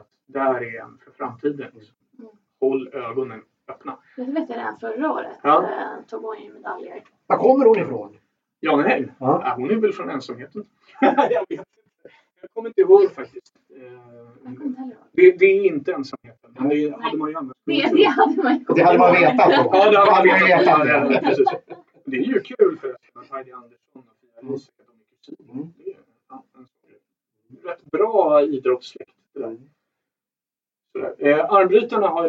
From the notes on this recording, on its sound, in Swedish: Vi beklagar ljudkvalitén i veckans avsnitt.